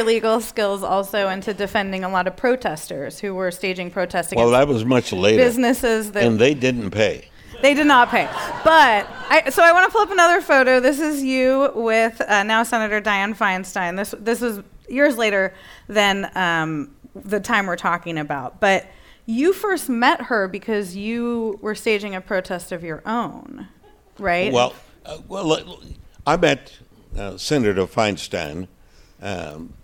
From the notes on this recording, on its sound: a conversation at KQED Live